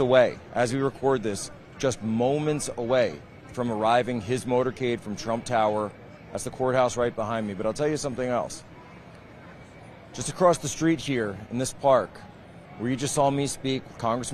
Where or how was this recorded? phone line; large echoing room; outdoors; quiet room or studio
outdoors